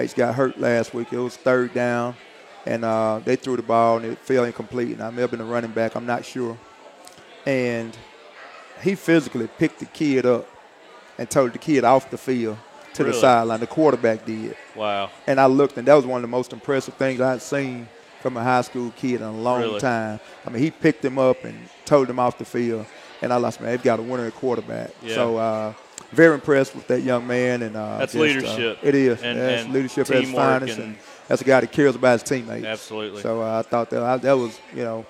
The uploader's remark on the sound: Recorded live from Walk-On's Bistreaux & Bar.